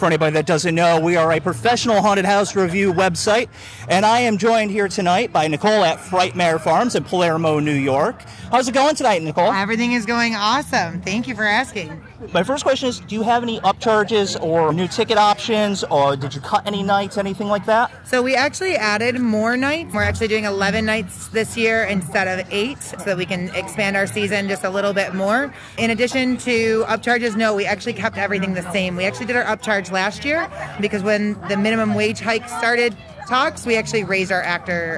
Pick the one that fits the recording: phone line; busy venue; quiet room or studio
busy venue